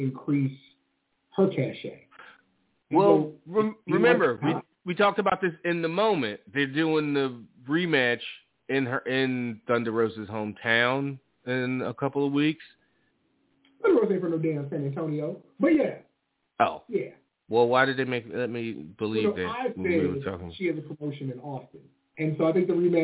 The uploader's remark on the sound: On this week's live show. Live calls and more. Weekly caller, email and tweet driven show.